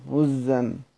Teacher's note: سيدنا أبو جعفر بيحذف الهمزة ويشدد الزاي، أو منها إبدال ثم إدغام هزا.